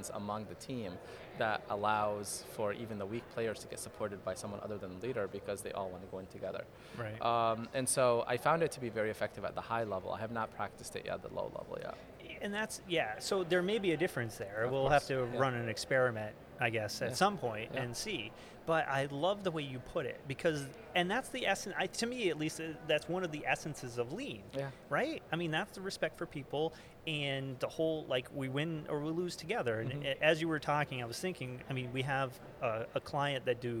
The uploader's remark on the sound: GBMP Live! From the GBMP Northeast Lean Conference!!